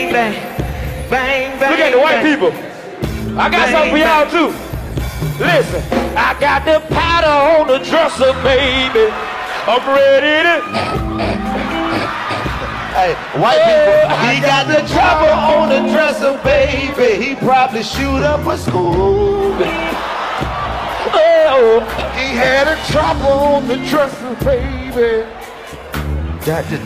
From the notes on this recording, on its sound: In the first sold out show from the Bomb Factory. Give the audience a chance to collab on the track!